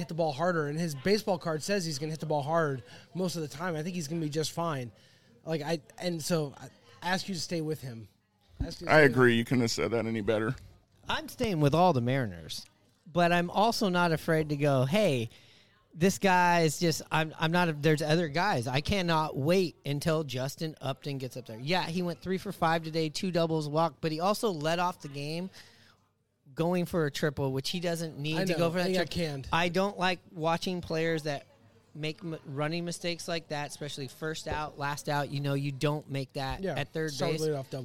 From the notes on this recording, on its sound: live at Vault 177 Bar and Grill